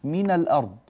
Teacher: في حالة وصل الكلام بعضه ببعض، نحن لا نأتي بهذه الألف، تسقط في درج الكلام · Term: همزة الوصل